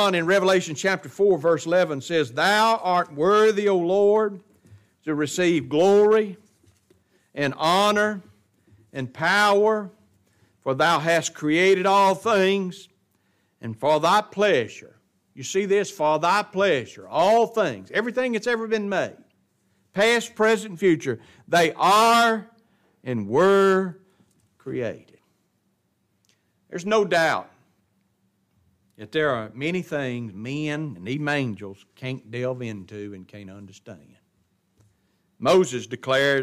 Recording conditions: large echoing room